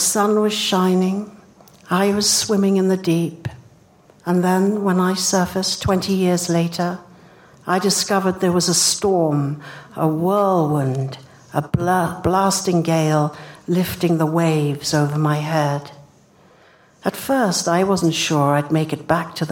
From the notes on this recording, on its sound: Recorded at the Lensic Theater in Santa Fe, New Mexico